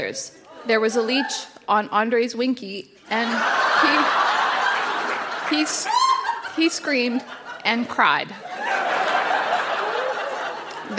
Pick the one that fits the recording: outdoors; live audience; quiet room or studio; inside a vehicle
live audience